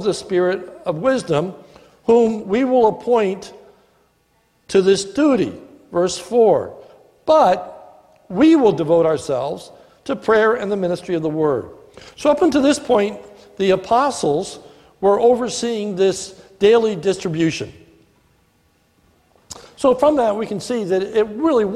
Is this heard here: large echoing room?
yes